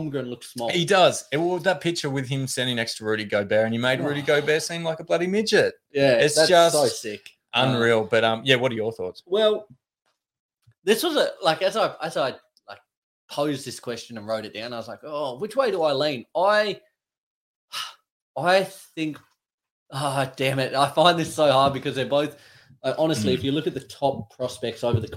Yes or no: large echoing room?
no